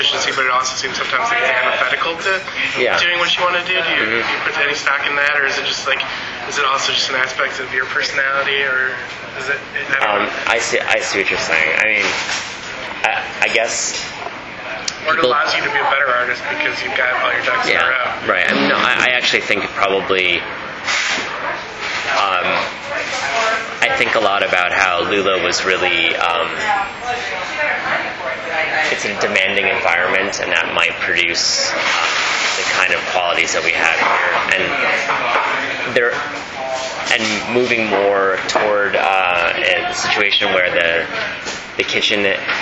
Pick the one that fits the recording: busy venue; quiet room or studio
busy venue